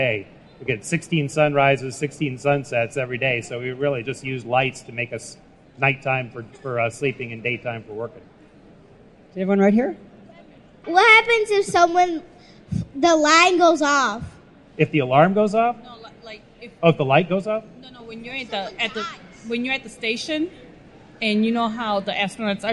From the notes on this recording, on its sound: Spoke to schoolkids at the Family Science Days event at this year's meeting of the American Association for the Advancement of Science in Boston.